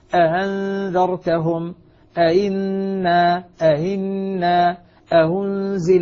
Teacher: أحقق الهمزة الأولى وأسهل الهمزة الثانية، أأنذرتهم أئنا أهنزل، هذا التسهيل، هذا هو تسهيل الثاني.